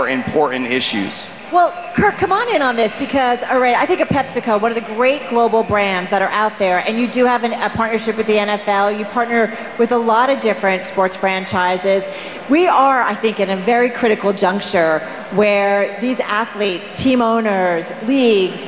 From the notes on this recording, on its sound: Featuring a panel from the Bloomberg Power Players Summit on tackling sustainability through sports.